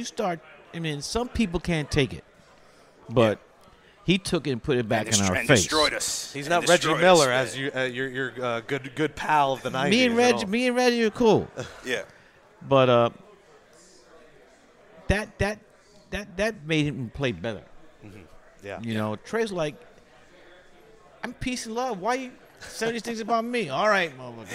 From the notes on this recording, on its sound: Joins Knicks Fan TV at Clyde's Wine and Dine for an exclusive interview!